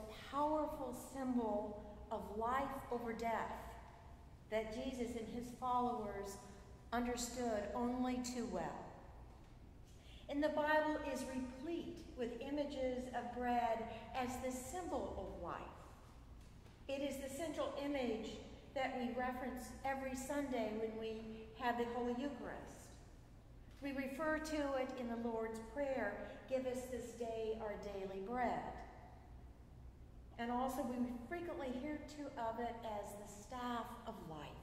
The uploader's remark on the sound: Sunday Service at St John's Episcopal Church, West Hartford